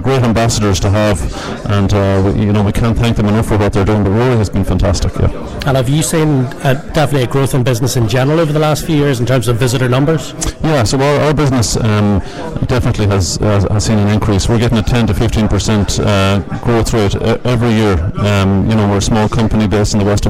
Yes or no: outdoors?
yes